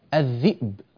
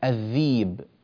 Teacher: وكذلك كلمة الذئب يجعلها الذيب. لماذا أبدلها ياء؟ لأنها ساكنة وقبلها مكسور · Shown in: second take · الذيب.